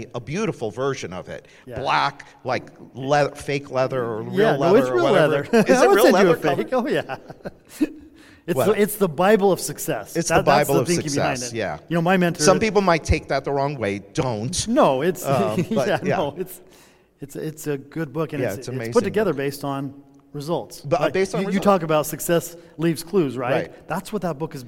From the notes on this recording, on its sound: It was all recorded while we shared a cocktail at this year’s Accelerate LIVE! In Fort Lauderdale.